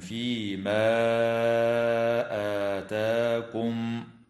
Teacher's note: وتمد الألف بعد الهمزة من كلمة آتاكم بمقدار 2 حركات من قبيل مد البدل. وأما الألف التي بعد التاء في هذه الكلمة فتمد بمقدار 2 حركات أيضا، ولكن من قبيل المد الطبيعي.